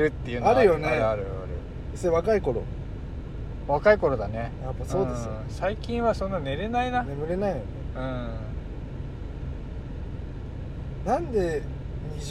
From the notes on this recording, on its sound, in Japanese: ドライブで、無駄なはなし。